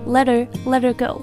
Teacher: 我们会把这个 let 和 her 连起来，然后呢这个 H 几乎不发音